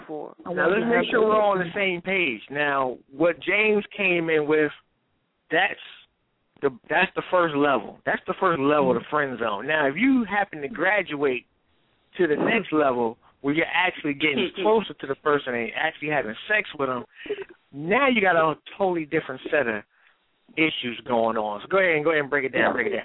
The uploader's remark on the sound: Call up and be heard tonight. We open the phone lines.